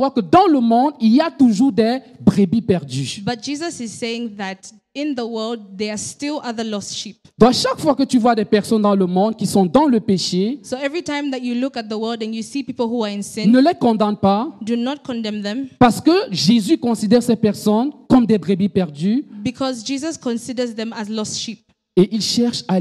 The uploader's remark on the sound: Preached during Joyful Hour Sunday Service Rabat.